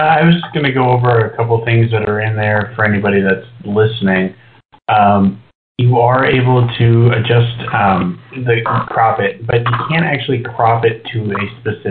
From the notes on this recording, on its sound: Due to some technical difficulties with our phone company, the studio was without phone service during the recording of this week's Help iGot A Mac show. For this reason, we used the telephone to call in the content for the show.